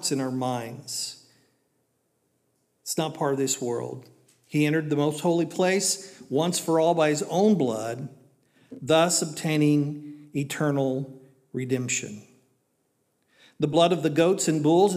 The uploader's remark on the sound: This was originally recorded at Palestine Church of Christ on Sunday Aug 13th, 2023.